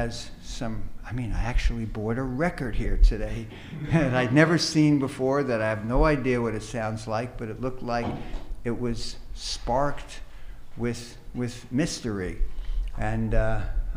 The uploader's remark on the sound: This is the recording of the live Q&A